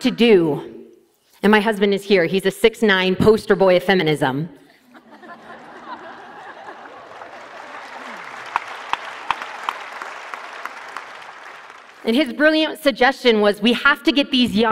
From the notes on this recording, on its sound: TEDxUniversityofNevada. This talk was given at a TEDx event using the TED conference format but independently organized by a local community.